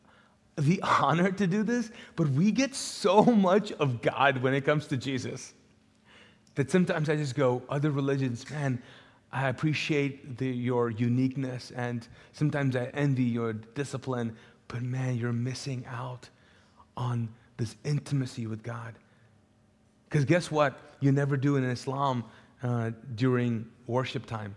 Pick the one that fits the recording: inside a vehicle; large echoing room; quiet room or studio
large echoing room